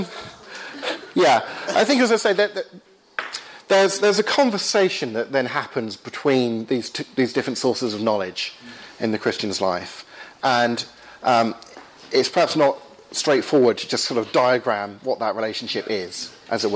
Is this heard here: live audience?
yes